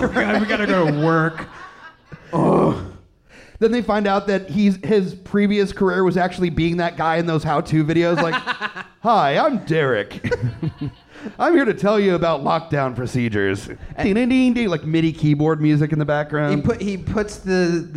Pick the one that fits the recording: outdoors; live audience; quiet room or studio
live audience